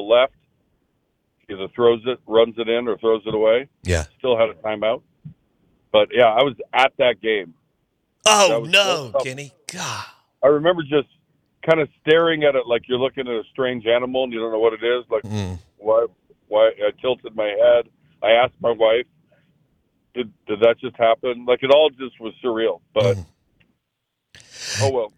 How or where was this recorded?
phone line